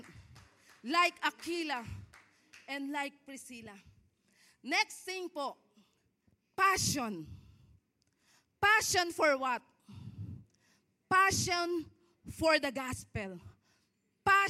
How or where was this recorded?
large echoing room